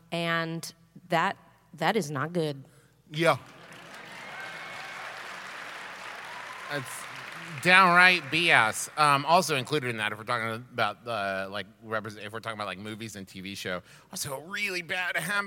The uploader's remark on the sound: We recorded this one LIVE in Houston!